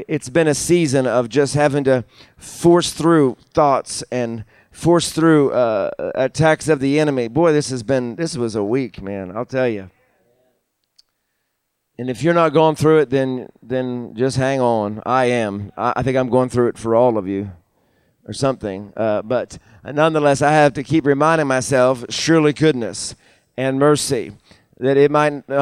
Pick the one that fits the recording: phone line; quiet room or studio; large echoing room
large echoing room